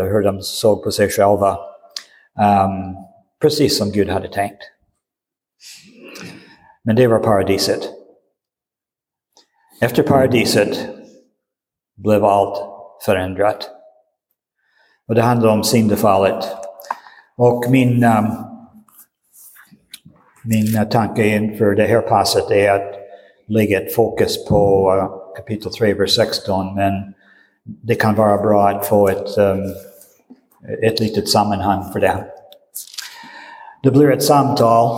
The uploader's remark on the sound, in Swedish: Inspelad i Roseniuskyrkan den 19 februari 2023.